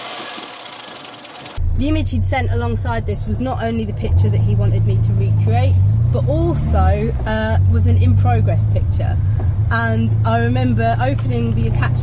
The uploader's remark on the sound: all recorded from my 1968 Morris Minor, Peggy